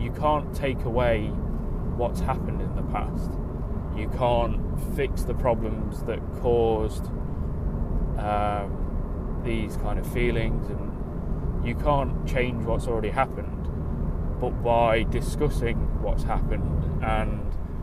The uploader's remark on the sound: Recorded in the car during a commute to work, the audio isn't perfect